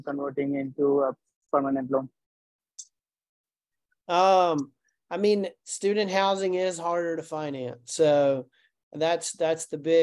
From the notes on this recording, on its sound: In this special Zoom session